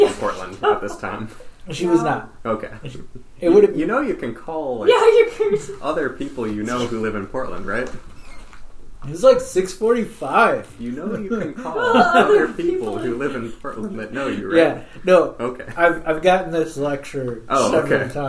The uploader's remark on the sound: so expect some room tone in the audio this week